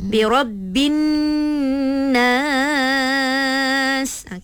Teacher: Bila dengung tu dua harakat lah. Dua harakat.